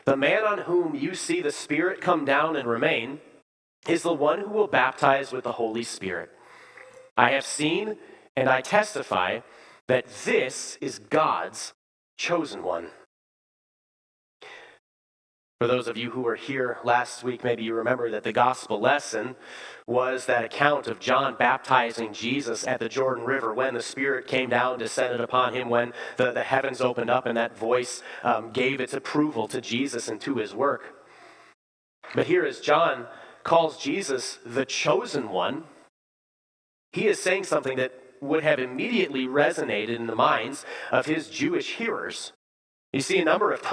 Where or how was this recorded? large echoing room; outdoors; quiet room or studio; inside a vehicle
large echoing room